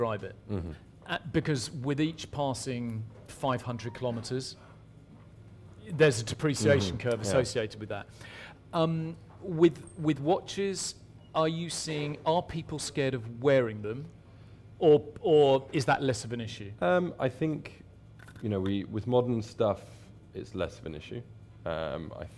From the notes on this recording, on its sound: Live from Savile Row. Chat live from the inaugural Savile Row Concours where traditional British tailoring meets a wonderful display of incredible cars, right in the heart of London.